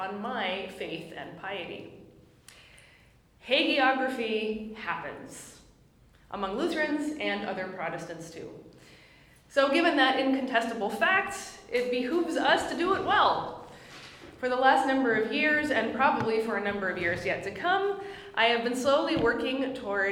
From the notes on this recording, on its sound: My lecture at the Parkville Plus seminar hosted by Australian Lutheran College in Adelaide, South Australia